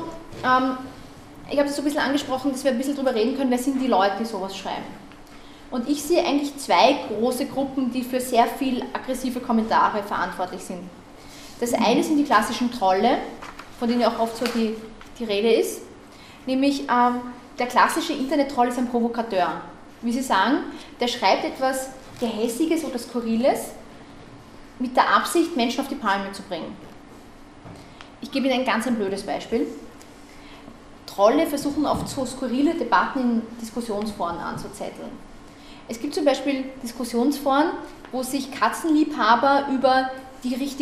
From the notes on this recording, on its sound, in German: Auszüge aus dem Vortrag. Auf Einladung der Grünen Bildungswerkstatt OÖ in Attnang Puchheim hielt.